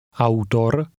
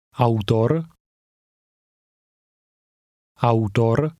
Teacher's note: The word ends with a rolling R sound.